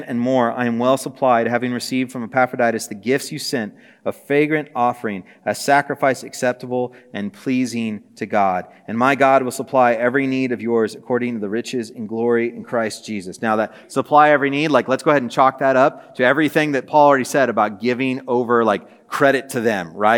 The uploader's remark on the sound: This message was preached on December 7, 2023 at a Thursday Night Gathering of Coram Deo College Ministry.